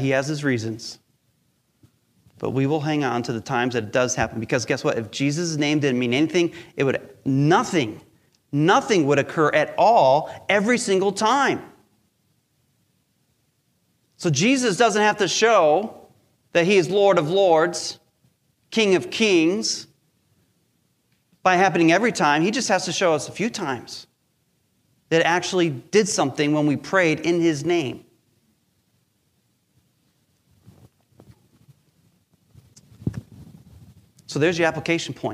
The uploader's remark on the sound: Recorded live during our Sunday Service.